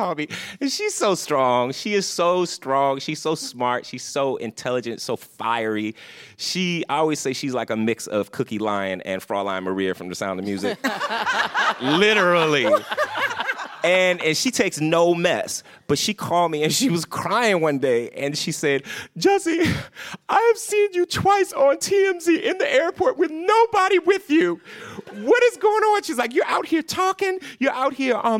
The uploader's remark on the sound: In Bentonville, Arkansas. During our live recording. Back in New York.